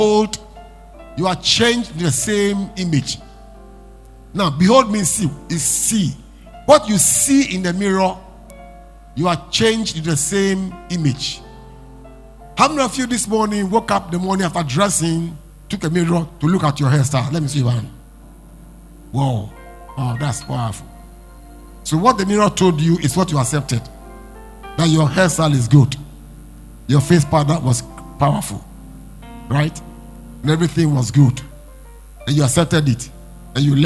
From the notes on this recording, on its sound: Preached At LCC Goshen.